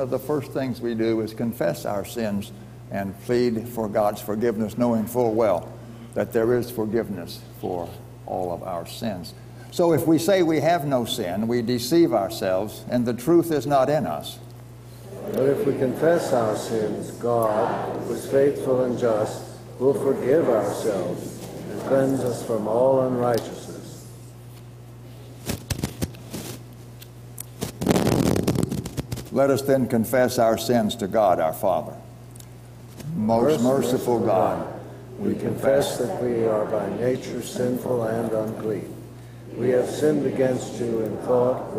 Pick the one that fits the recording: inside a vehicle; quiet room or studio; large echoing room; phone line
large echoing room